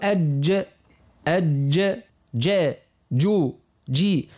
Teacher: وهو حرف جهري وحرف شديد وحرف يعني مستفل، حرف منفتح، حرف مصمت، وفيه الصفة السادسة اللي هي القلقلة. · وهنا كيف نقوله حرف شديد، يعني الشدة شنية الشدة؟ الشدة اللي هي انحباس الصوت والنفس معا · الجيم والشين والياء غير المادية، وتخرج من وسط اللسان ومع ما يحاذيها من الحنك الأعلى. والمراد بالياء هنا هي الياء اللينة أو المتحركة، والحروف هذه الثلاثة يعني الحروف اسمهم الحروف الشجرية، يعني أنها تخرج من شجر الفم يعني الوسط متاعه.